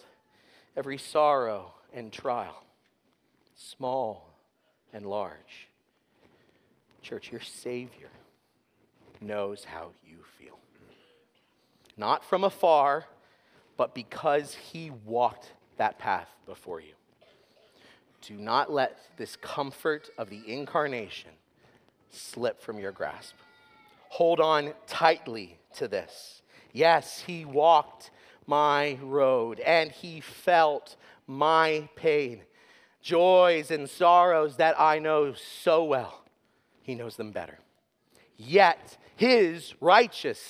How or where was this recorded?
large echoing room